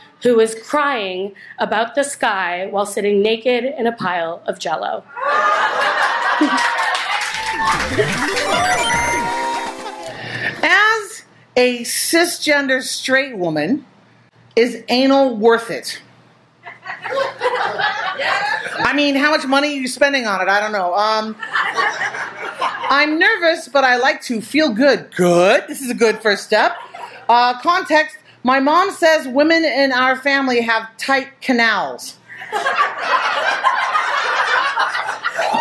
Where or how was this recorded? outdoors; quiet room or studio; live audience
live audience